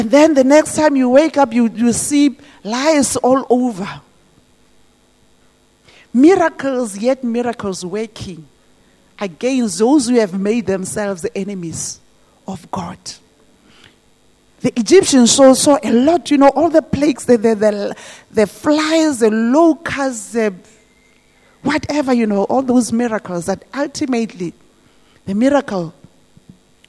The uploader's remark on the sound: This message was preached at GTCFC City Campus.